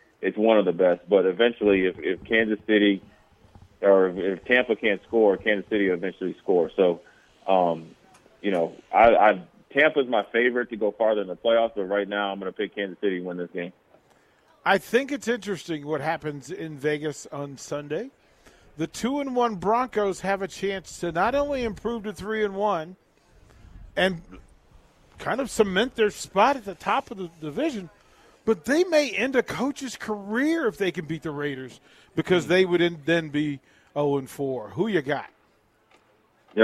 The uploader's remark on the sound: Nebraska Football Talk Live from Barry's